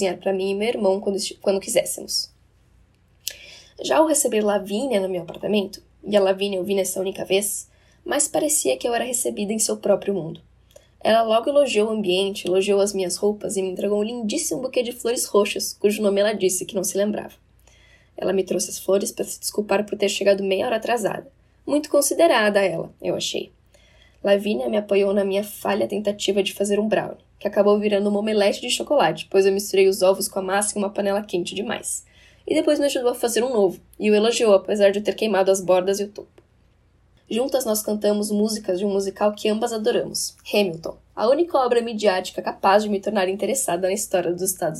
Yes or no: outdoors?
no